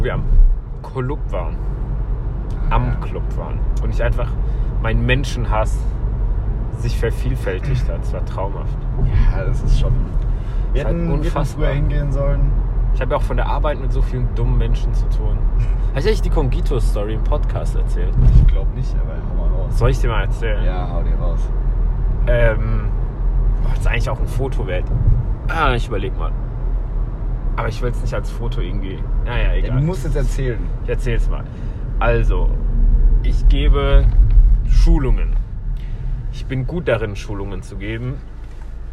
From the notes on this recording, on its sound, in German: mein Handy, schlechte Audioqualität